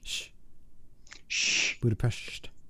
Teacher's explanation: So S just becomes sh · Term: S-H sound